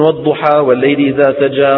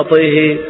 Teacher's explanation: قريش لا تميل، قريش ما عندها إمالة لا صغرى ولا كبرى · Shown in: first take · يقولون والضحى والليل إذا سجى ما ودعك طه ما أنزلنا عليك القرآن، ما يقولون طيه ما أنزلنا عليك القرآن لتشقي.